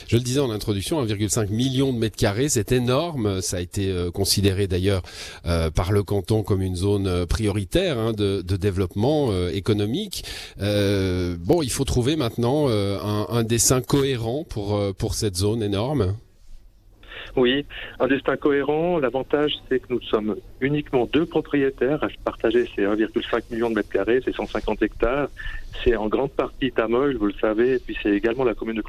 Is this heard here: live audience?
no